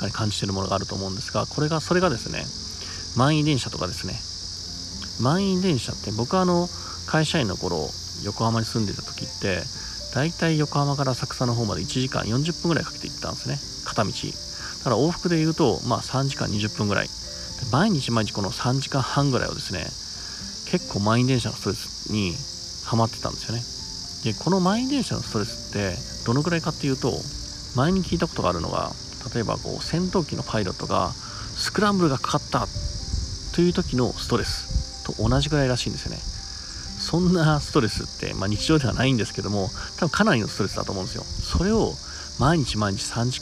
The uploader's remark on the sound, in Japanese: 今回はいつもの音声収録とちょっと変えて自然の中で収録してます（セミの声がうるさいけど）